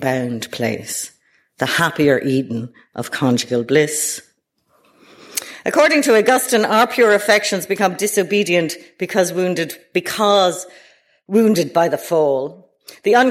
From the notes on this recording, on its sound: delivered at the British Museum